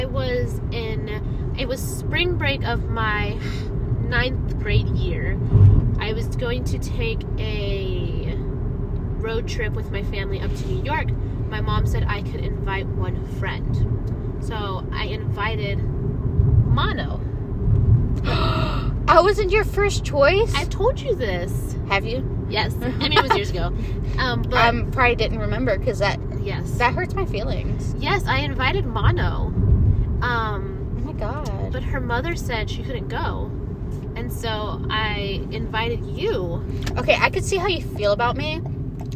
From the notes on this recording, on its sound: This episode begins rather nervously while we get into the groove of recording. We decided the best way to record was driving to the beach.